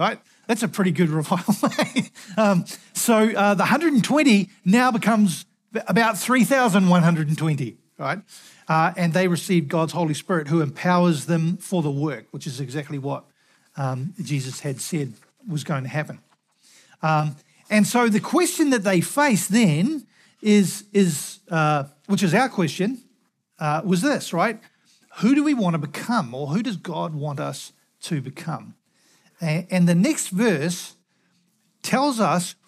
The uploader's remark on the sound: Recorded at the Hukanui Bible Church morning service on Sunday the 12th of November 2023 during the 10:00 am service.